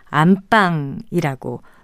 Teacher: 그 집의 안주인이 거처하는 방은 안방이라고 된소리로 발음합니다